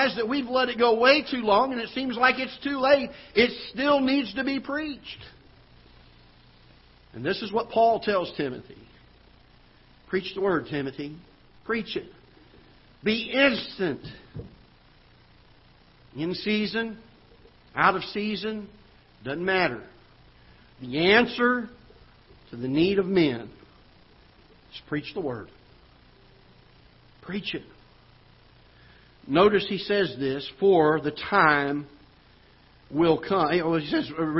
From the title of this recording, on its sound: Ketha Heights Baptist Church ~ Live Broadcast